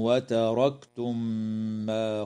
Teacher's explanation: وتدغم في الميم بعدها مع الغنة في قوله تعالى وتركتم ما